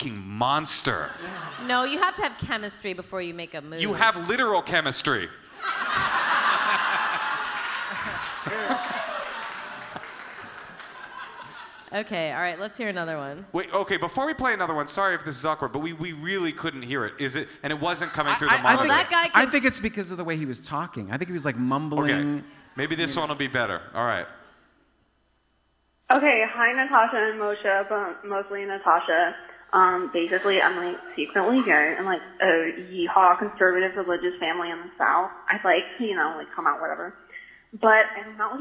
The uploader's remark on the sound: the live episode recorded as part of the Netflix Is A Joke Festival at the Hollywood Forever Cemetery